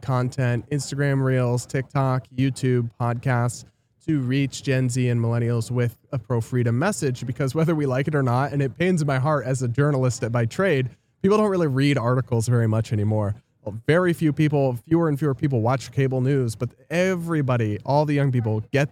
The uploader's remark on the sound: live from FreedomFest in Memphis, TN!